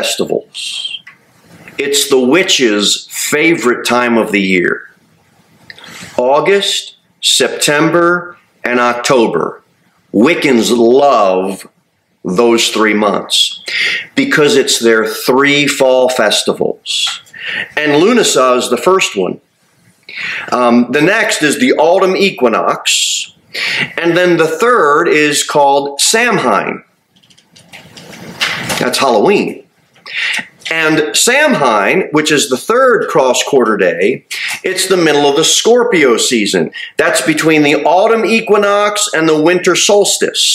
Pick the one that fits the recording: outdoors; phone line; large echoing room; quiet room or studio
large echoing room